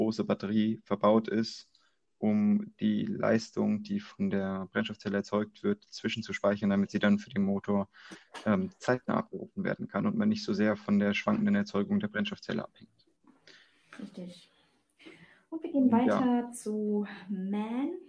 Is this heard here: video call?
yes